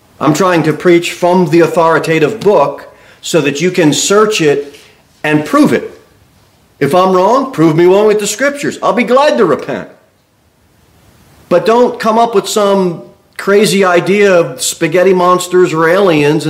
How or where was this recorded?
large echoing room